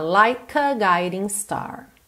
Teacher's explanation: O E do like não é pronunciado, eu junto então o K no A.